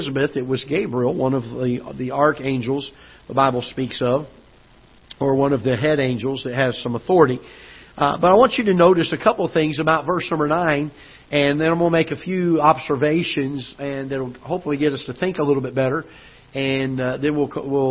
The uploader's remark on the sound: Ketha Heights Baptist Church ~ Live Broadcast